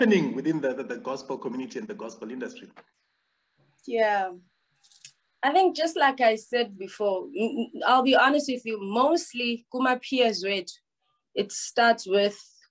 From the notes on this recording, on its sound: The series is webcast via Zoom